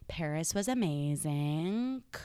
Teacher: the way she pronounced any word that ended with an ing was to make it into a K